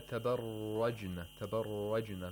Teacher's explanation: The ra of tabarrajna again has tafkhim because the ra has a fatha actually. Yeah, here it's the common cause of tafkhim, which is fatha and dhamma.